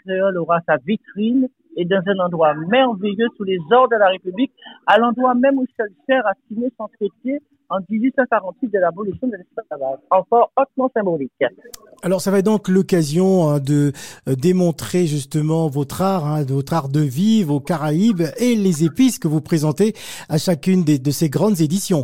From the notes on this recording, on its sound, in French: En direct au téléphone